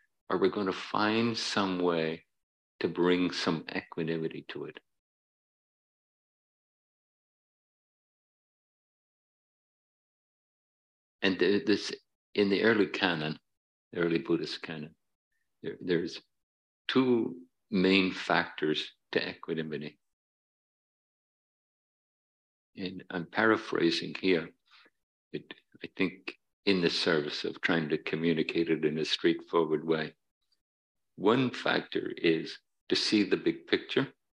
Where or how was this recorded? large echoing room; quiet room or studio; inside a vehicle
large echoing room